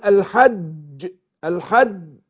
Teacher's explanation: عندنا الجيم بيحصل حبس للنفس والصوت، ما اقول الحج، الحج بيحصل حبس للنفس والصوت في وسط اللسان